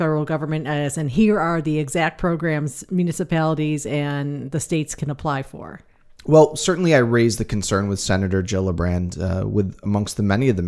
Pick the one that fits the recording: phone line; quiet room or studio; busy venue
quiet room or studio